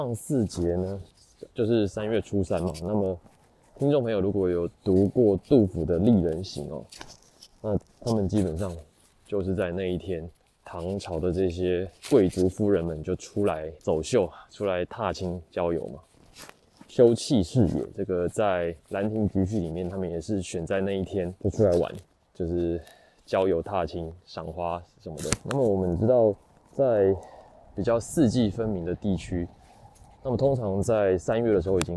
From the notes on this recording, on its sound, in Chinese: 本集在外散步時錄製，目前還在尋找最佳錄製方法與路線，但今天顯然沒有很成功，因此全程會有耳麥摩擦的聲音，請慎入。